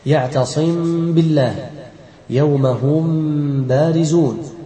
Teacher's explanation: الإخفاء لها، أي للميم الساكنة مع الغنة، إن وقعت قبل الباء · Term: الإخفاء الشفوي